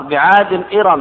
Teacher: ينقل حركة الهمزة إلى الساكن قبله ويسقط الهمزة